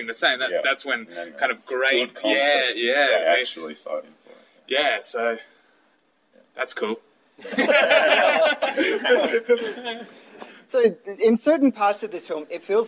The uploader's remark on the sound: Was recorded outside Luna SX after I'd had a chance to see the film.